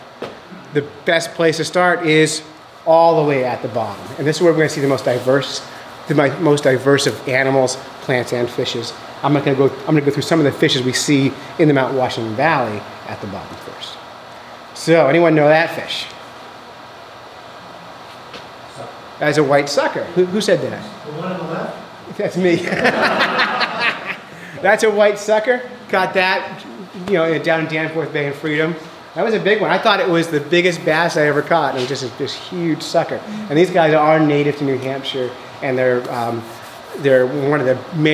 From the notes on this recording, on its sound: This week we were invited to give a lecture called "Life Under the Ice" at Tin Mountain Conservation Center.